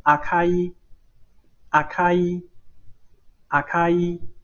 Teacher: Ka 在词中。所以呢，这个 Ka 是不送气哈